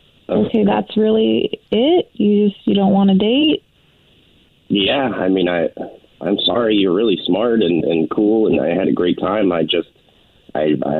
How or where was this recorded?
phone line